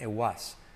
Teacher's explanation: la T casi no se dice